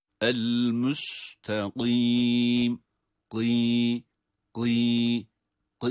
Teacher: Kafın kalın olduğunu ama esre ile okurken o esrenin verdiği o ses estetiğini unutmamak gerekiyor